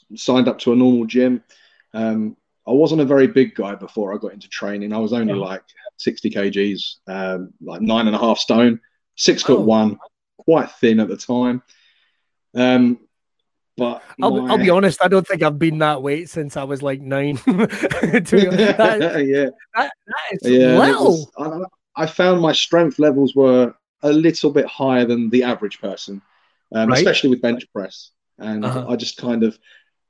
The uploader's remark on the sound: This episode was recorded live and remote because of the current COVID-19 pandemic.